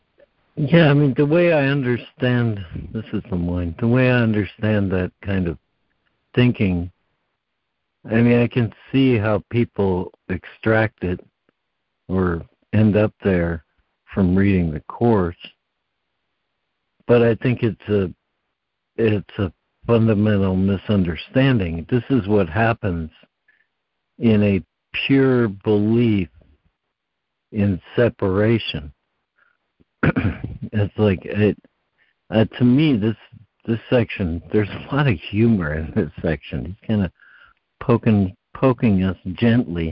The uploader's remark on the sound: ACIM Daily Conference Call